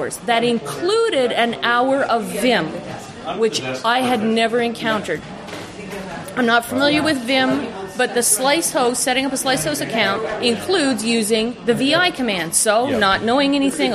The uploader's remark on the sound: From the RubyFringe conference in Toronto.